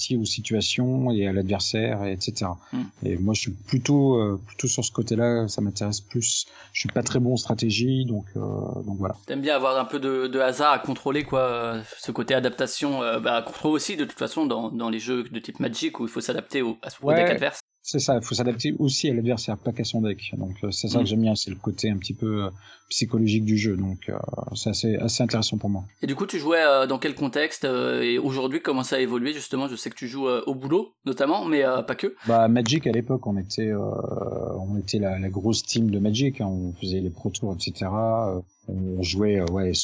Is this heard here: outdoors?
no